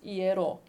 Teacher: it's one of the words, the rare occasions where we have two vowels together and they preserve their uniqueness.